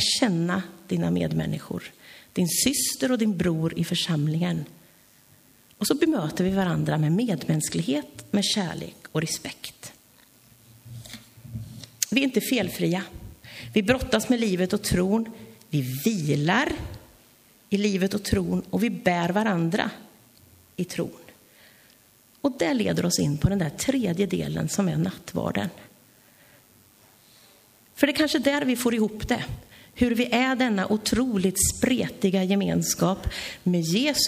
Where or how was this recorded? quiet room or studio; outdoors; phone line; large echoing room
large echoing room